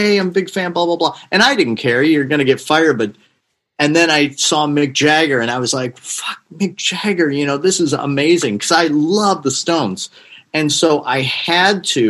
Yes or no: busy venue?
no